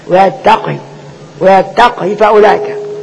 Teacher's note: وأما حفص فيسكن القاف ويختلس الهاء